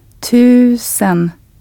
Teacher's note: The word for thousand with a long Swedish U sound